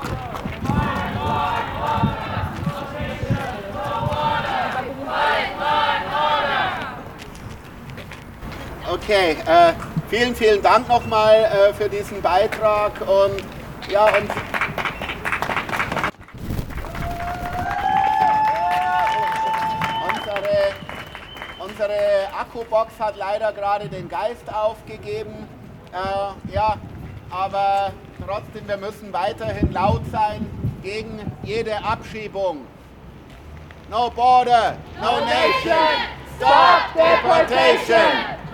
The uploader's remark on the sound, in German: Ausschnitte aus Kundgebung gegen Abschiebungen am Tag der Menschenrechte (10. 12. 2023) in Wien. Eine Aufnahme aller Reden gibt es diesmal nicht, einserseits weil ich zu spät gekommen bin.